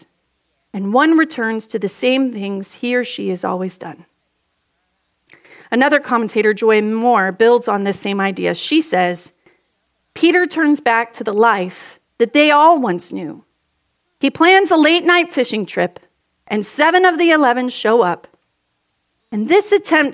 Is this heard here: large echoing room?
yes